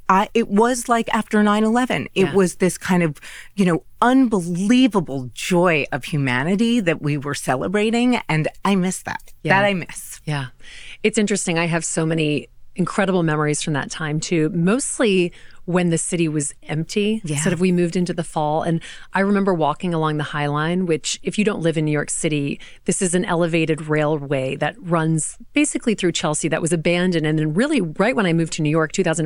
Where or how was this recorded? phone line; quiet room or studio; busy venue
quiet room or studio